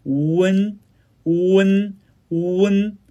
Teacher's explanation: 嘿，大家好，今天我们来练习韵母，乌温。乌温发音时呢，由元醇的后高元音乌开始，向秧元音呃的位置开始滑向，然后舌位升高，软腭下降，逐渐增强鼻音色彩，舌尖迅速移到上齿龈，最后抵住上齿龈，做出发鼻音 N 的状态 · IPA: [uәn]